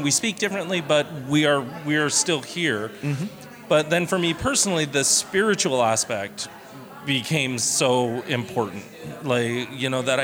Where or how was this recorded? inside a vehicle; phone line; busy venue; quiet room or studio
busy venue